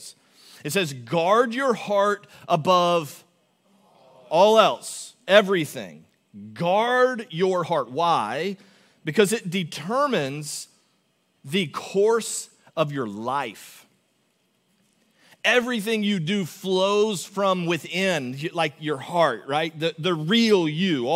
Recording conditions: large echoing room